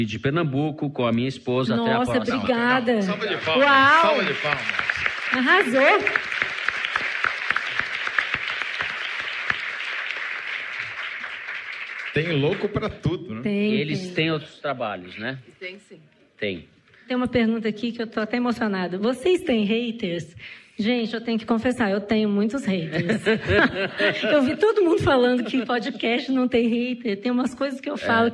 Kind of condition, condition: setting, live audience